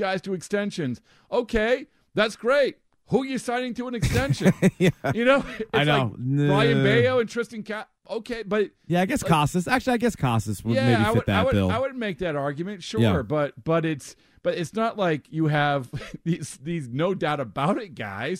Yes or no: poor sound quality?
no